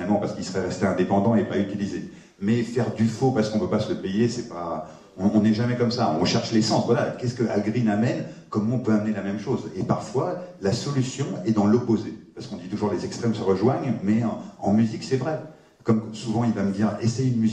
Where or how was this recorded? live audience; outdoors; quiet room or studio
live audience